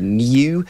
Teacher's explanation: The so-called standard pronunciation would be with what phoneticians call a yod, a y sound